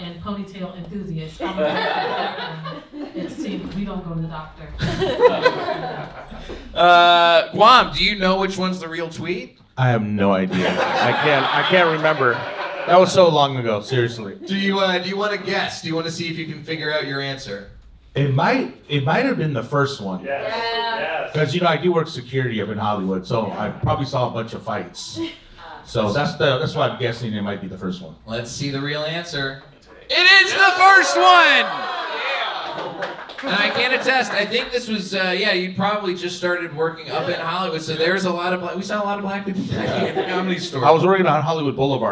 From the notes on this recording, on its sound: Recorded live at Mic Drop Comedy Club in San Diego.